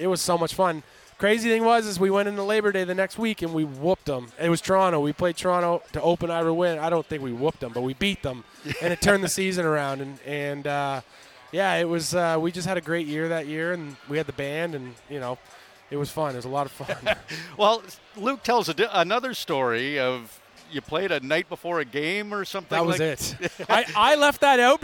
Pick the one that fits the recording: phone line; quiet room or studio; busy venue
busy venue